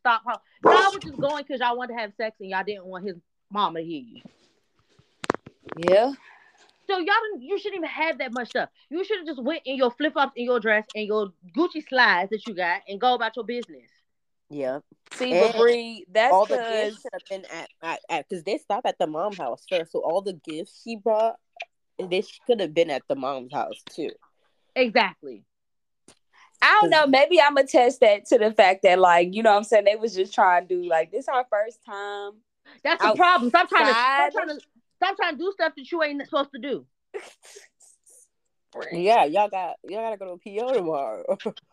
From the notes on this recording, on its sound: Audio issues arose.